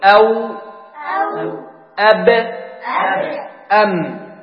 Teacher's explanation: والشفتان يخرج منهما الواو والباء والميم · Term: الشفتين